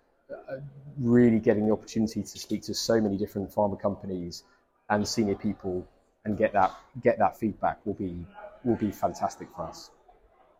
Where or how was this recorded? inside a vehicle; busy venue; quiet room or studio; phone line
busy venue